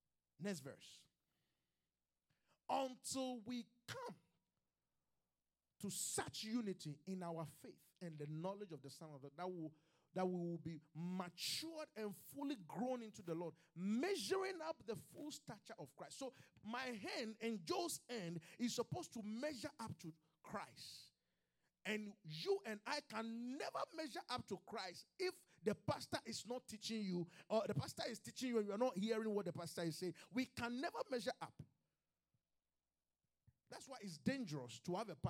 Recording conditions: live audience